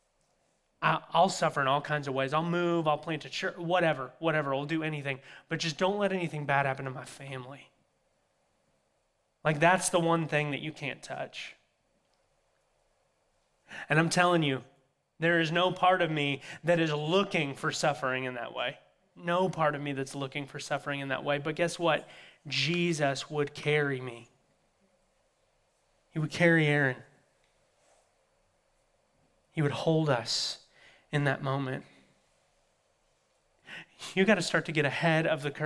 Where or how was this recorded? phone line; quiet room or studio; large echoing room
large echoing room